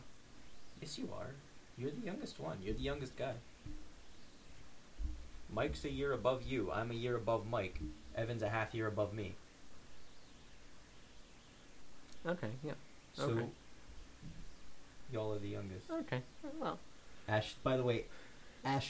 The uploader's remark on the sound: I know the quality isn't the greatest